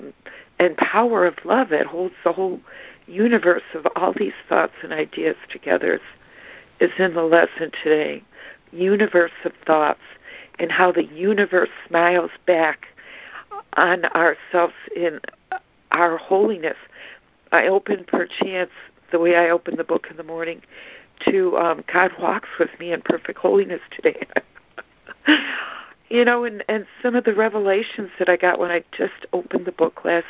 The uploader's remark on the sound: ACIM Daily Conference Call.